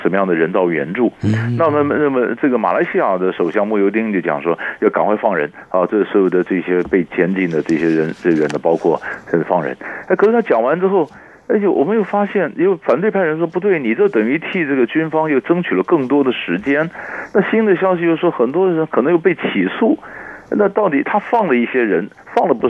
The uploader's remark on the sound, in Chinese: 連線訪問